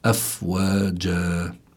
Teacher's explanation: مد مقداره حركتين، هذا بيدخل يعني تحت المد الطبيعي، لكن اسمه مد العوض، مد العوض لأنه عوض عن التنوين بالألف.